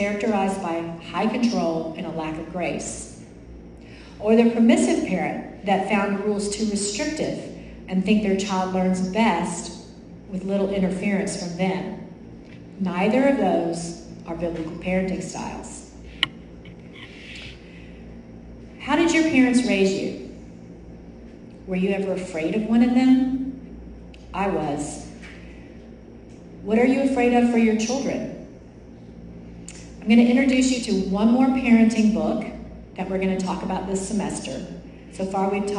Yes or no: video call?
no